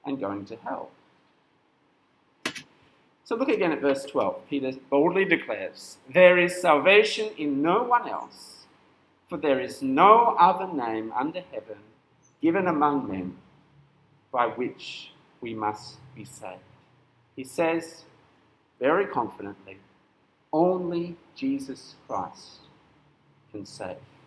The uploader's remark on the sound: This sermon was preached at St Nicholas Home on 22nd April 2022.